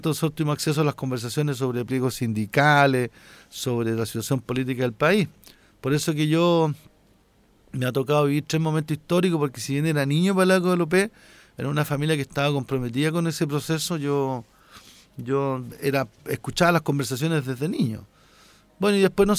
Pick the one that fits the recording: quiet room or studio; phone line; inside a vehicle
phone line